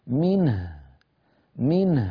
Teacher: هنا أيضا عند الوقف على منه ننتبه، سيجتمع في النطق ساكنان، النون من نون ساكنة أصالة، وهو المضمومة هاء الضمير تصبح ساكنة عند الوقف، فيصير النطق منه منه، فنعطي النون حقها من البينية ونعطي الهاء حقها من الرخاوة، هكذا منه منه، يعني بحاجة إلى شيء من الاعتناء.